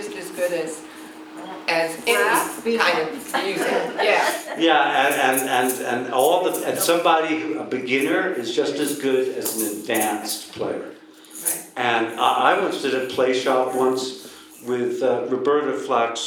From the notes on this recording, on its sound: This episode was recorded at Prescott Unitarian Universalist Fellowship ( PUUF ) August 14, 2022.